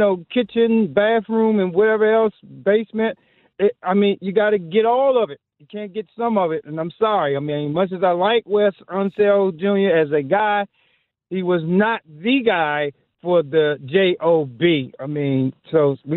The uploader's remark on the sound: Call lines open up to talk about Wes Unseld Jr getting fired as the Head Coach. Closing out the hour with your calls.